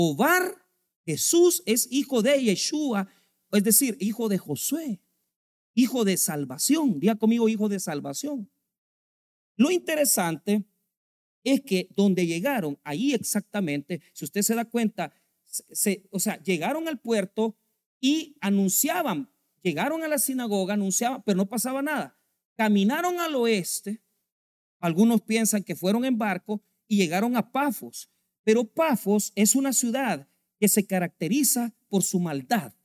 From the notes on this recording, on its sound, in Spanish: en nuestro Culto de Jueves de Estudio Bíblico